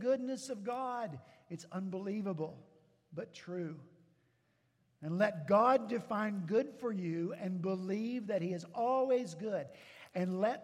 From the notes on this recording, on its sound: At Redeemer Presbyterian Church in Charleston, SC